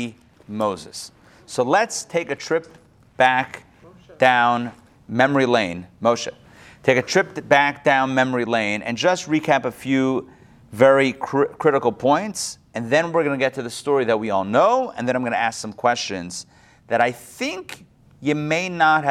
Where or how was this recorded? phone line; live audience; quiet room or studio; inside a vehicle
live audience